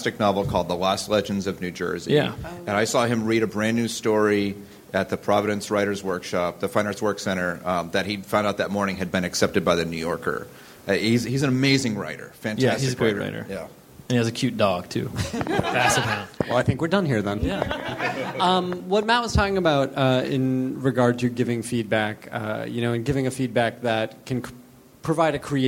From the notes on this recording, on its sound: Live from Brooklyn! Recorded at 61Local in Brooklyn on October 1, 2012.